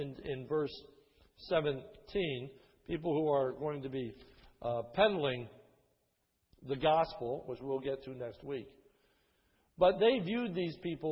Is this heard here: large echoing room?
yes